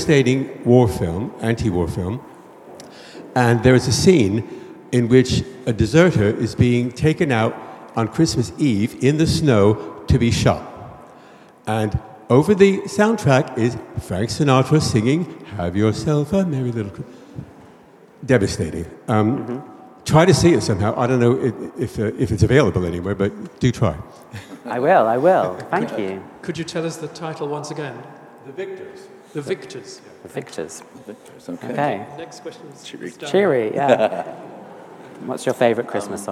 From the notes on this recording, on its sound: on 6th December 2023 at St Paul's Church, Covent Garden, London.